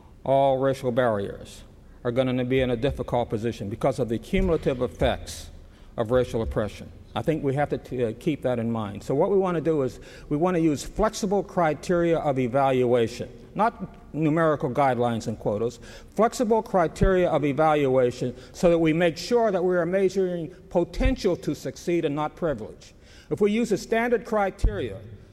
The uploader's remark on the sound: Was recorded at the 1997 Achievement Summit during his symposium presentation at the U.S. Naval Academy in Annapolis, Maryland.